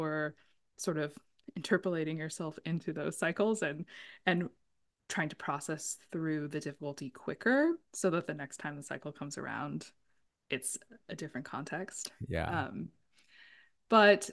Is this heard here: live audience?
no